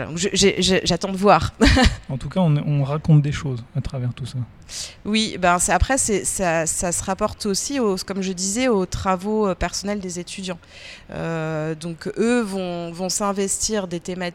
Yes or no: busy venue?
yes